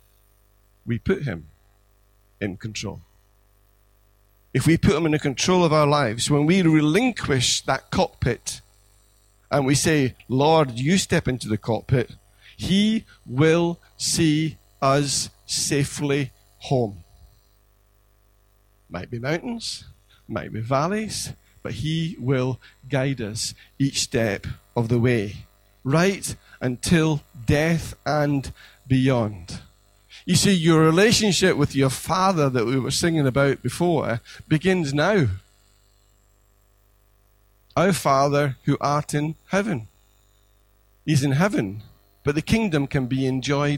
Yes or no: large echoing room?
yes